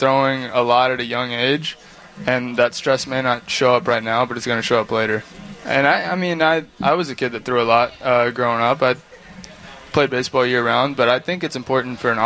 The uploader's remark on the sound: sit down live at SoxFest